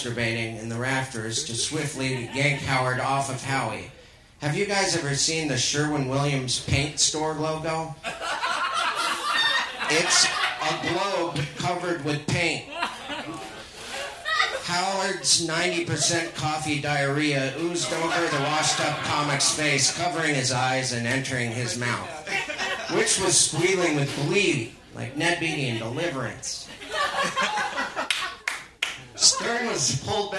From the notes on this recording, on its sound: Recorded live at The Virgil in Los Angeles on October 18, 2015.